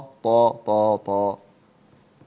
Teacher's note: هي الطاء أقوى الحروف وهي مفخمة لا شك، لكن لا تجعل التفخيم يجعلها تقرب إلى أن تكون ضادا